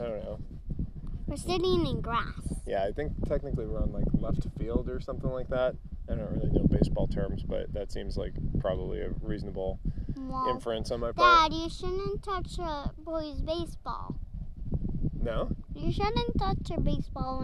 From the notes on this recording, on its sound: A podcast recorded at a middle school baseball field.